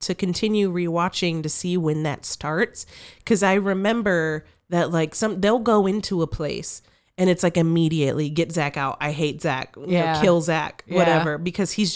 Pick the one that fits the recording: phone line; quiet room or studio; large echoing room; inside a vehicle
quiet room or studio